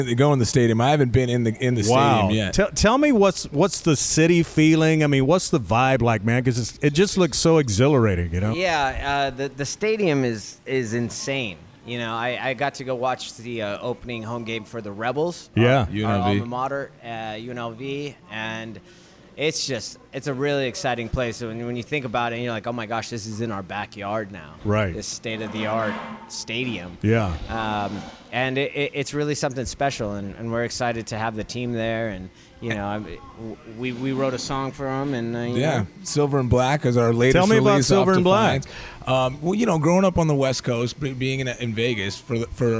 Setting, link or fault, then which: setting, busy venue